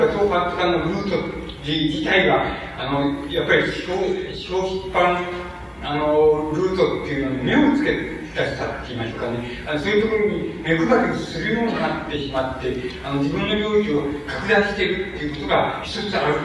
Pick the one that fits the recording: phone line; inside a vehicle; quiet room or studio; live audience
live audience